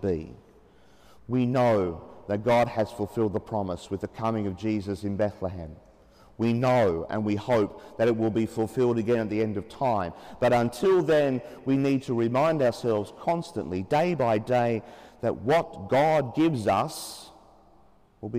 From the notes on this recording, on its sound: As preached during the 9.30 am Mass in Sacred Heart Cathedral, Hamilton.